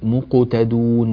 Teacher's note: فأنت تميل القلقلة للكسر أو للفتح لاحظ مثلا عندما قلت مقتدون جعلت القلقلة قريبة إلى الضم